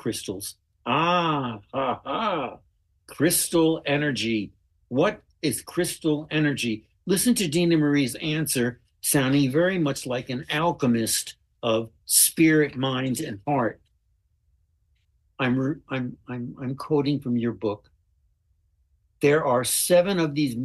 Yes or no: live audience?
no